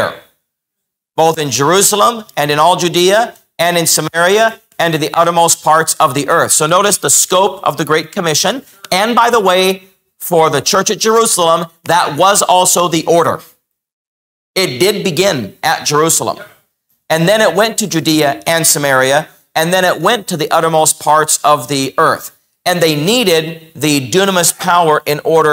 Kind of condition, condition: setting, large echoing room